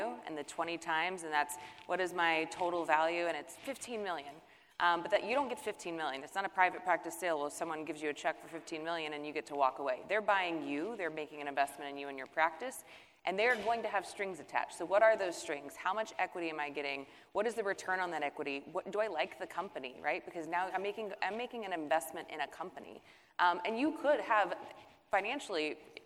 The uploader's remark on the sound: Recorded live at the Cain Watters & Associates Annual Meeting.